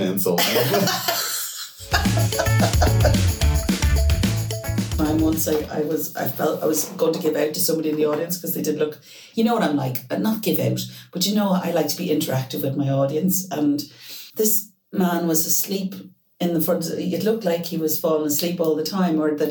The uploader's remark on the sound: pressed the wrong button on the desk when recording and there was a mic problem